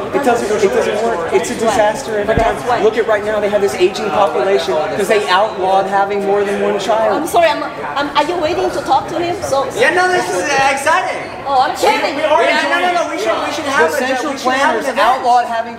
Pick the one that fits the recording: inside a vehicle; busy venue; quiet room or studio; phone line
busy venue